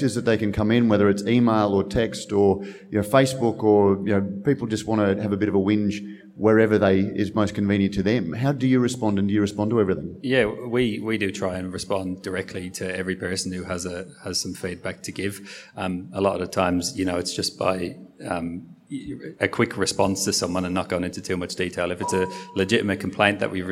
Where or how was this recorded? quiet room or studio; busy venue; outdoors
busy venue